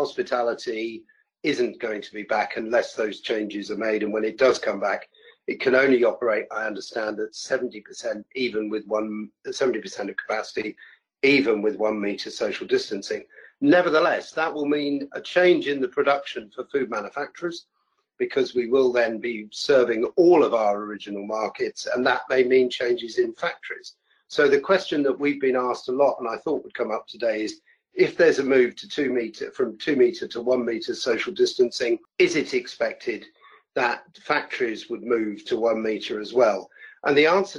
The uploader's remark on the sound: The audio is from the weekly FDF Covid19 webinar originally broadcast 11th June 2020